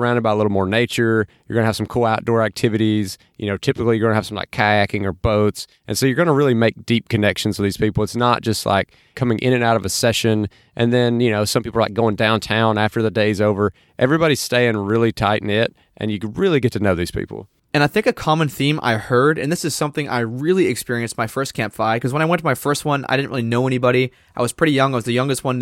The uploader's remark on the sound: Today's episode was recorded live at Camp FI down near Gainesville, Florida. Camp FI is a retreat of 40-60 people at locations across the country.